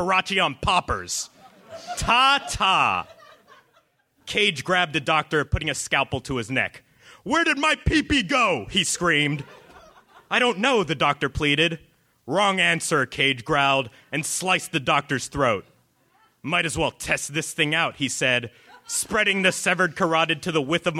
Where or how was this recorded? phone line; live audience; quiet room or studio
live audience